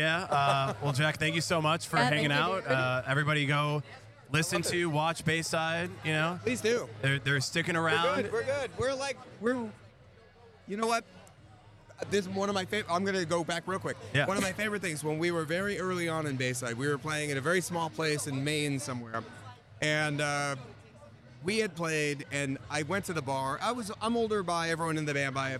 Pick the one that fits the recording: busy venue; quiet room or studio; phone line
busy venue